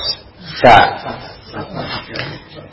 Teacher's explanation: sa, ya, ujung lidah dengan ujung gigi atas